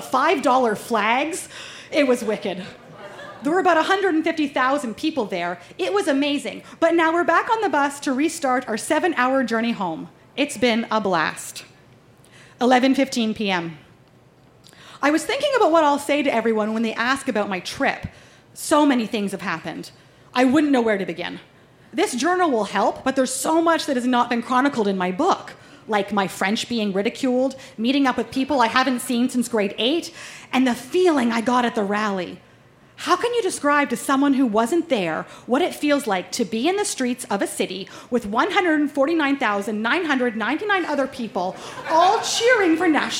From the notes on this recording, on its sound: Recorded live at the Black Knight Pub in Yellowknife, NWT.